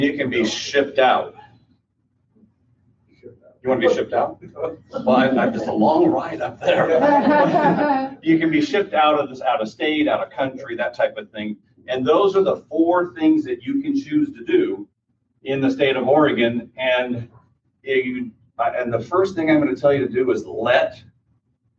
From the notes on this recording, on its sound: Final Wishes Seminar. This podcast features a recording from a seminar.